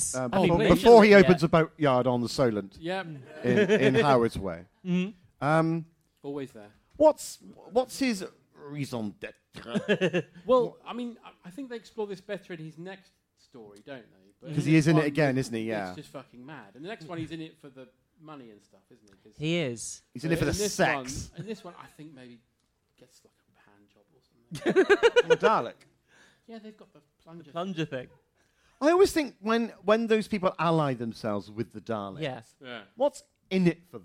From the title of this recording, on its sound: Live at the London Podcast Festival 2022